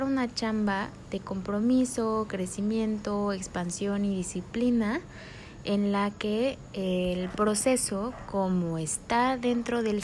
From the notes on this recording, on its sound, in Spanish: Va crudo, en directo, con todo y perros, sin cortes, GMO's ni grasas trans añadidas.